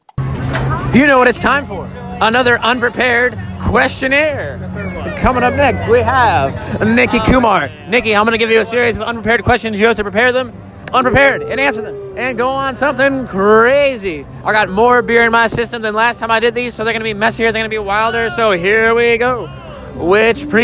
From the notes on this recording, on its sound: Live from Six Flags Fiesta Texas. With recordings straight from Six Flags Fiesta Texas. We record a part of the show from the world's tallest and fastest pendulum.